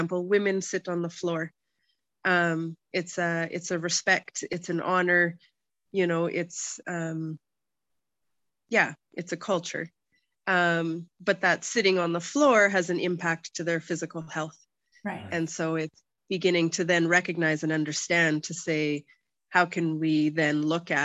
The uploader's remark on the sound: (evening her time), oh the wonders of zoom!